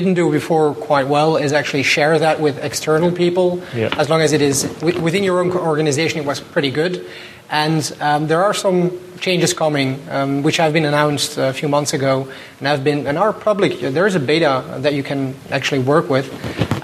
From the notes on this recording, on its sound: DevConnections Live Episode. Recorded with a live audience at DevConnections 2013 in Las Vegas. Participant Q.